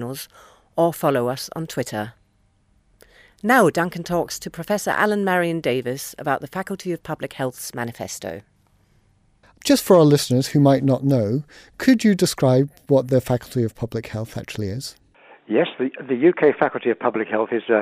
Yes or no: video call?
no